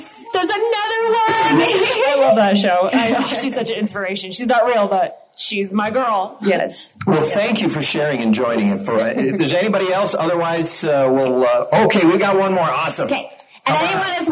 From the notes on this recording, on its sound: Recorded Live at FanX 2023, complete with sound issues and audience participation.